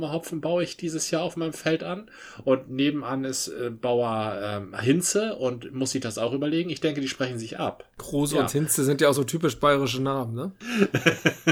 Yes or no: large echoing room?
no